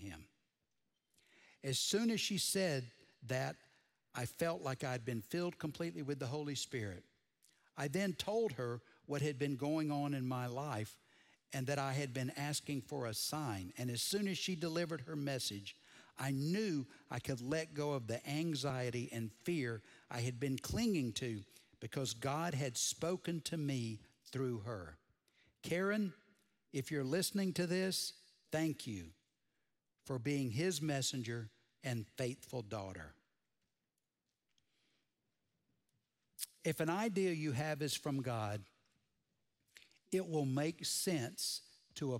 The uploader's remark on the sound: Recorded Live at Brookwood Church